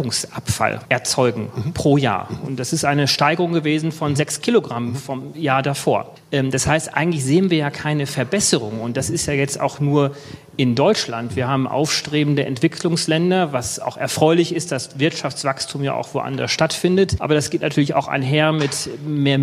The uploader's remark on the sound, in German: Dann folgt die Aufzeichnung einer Podiumsdiskussion des Arts und Nature Social Club, ein Salon der Künstler, Wissenschaftler und Unternehmer zusammenbringt.